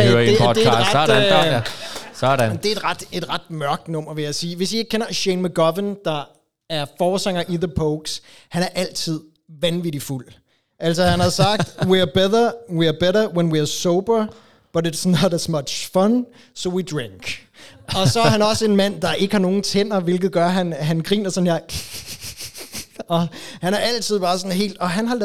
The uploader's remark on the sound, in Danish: Optaget LIVE i Toldkammeret, Helsingør.